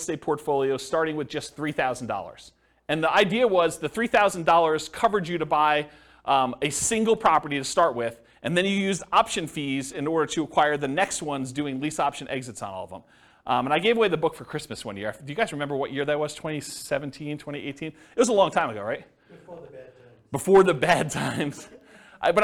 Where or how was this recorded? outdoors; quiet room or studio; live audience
live audience